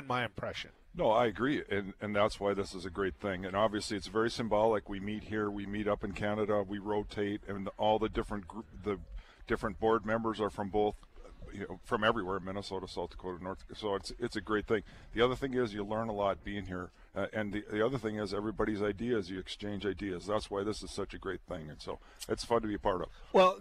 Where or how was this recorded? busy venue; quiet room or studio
busy venue